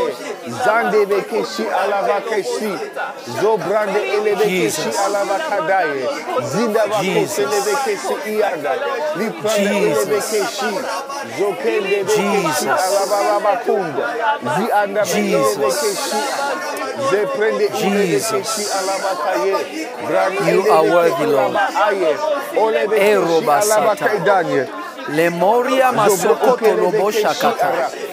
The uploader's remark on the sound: From Revelation Church in Simi Valley, CA. This message was recorded live on March 8, 2022.